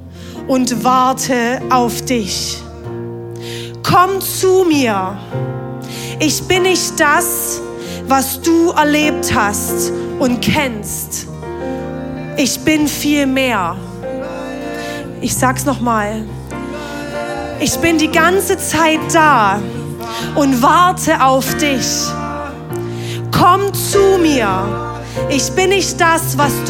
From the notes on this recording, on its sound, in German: Audiomitschnitt der Predigt vom 23.